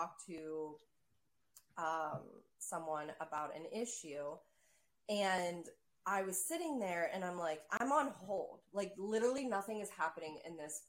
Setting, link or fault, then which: fault, poor sound quality